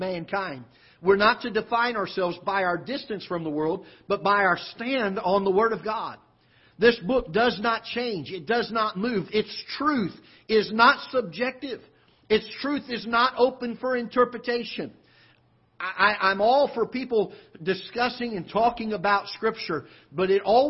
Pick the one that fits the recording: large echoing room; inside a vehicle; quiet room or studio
large echoing room